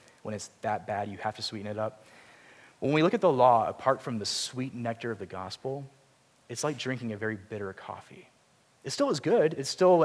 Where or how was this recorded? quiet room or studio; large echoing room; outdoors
large echoing room